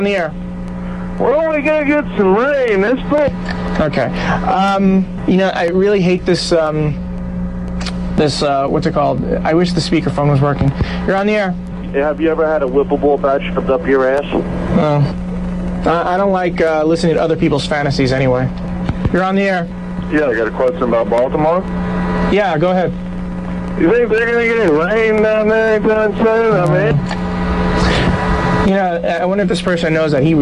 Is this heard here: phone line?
yes